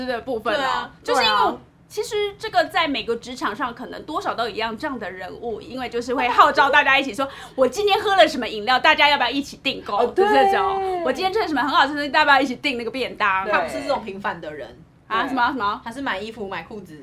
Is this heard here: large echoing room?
no